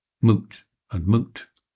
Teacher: shows places in the UK where moot, M-O-O-T, and mute, M-U-T-E, have been heard as homophones · Term: yod dropping